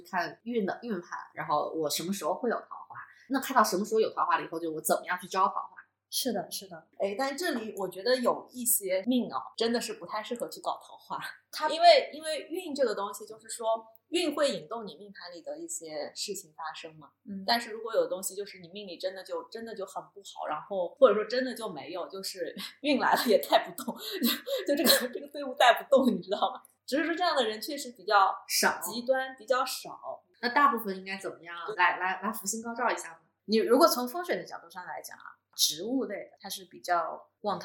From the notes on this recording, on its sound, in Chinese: 这期音质在后期上做了点努力，但前期收音上确实比较差强人意，后续咱会在硬件上做做努力。